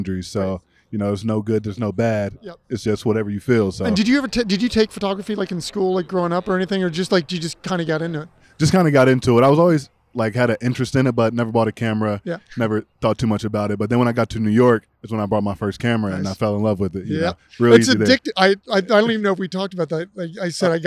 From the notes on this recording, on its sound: this episode is recorded out in phoenix during super week during their incredible smocks and jocks event!